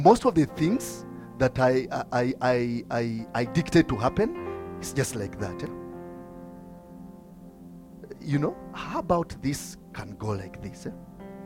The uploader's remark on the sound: from the Limitless Worship Fellowship recorded on 5th August 2022